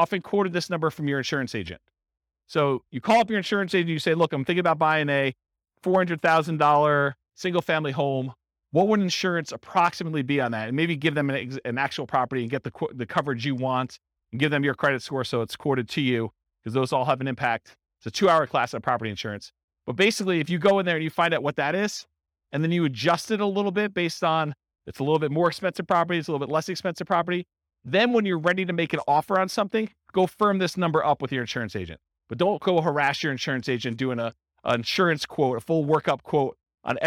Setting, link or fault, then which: setting, live audience